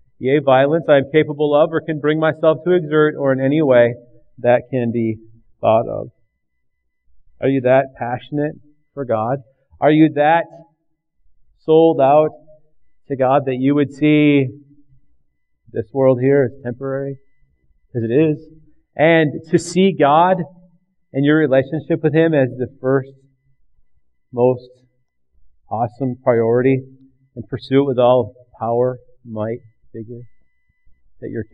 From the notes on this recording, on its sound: recorded on Oct 11th, 2009 at River Rock Church in Belle Plaine MN